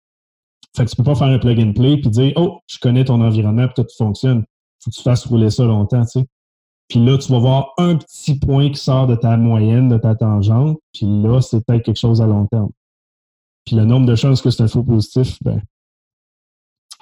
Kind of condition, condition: link, video call